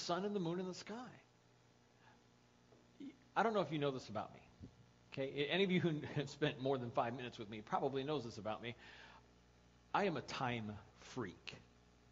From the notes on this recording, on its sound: The audio file of the sermon from January 12, 2014.